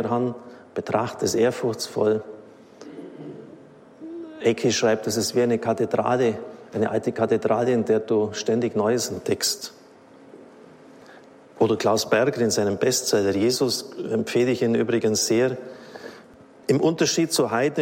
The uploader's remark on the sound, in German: Vortrag aus dem Oktober 2021, gehalten beim Marianischen Kongress in Aschaffenburg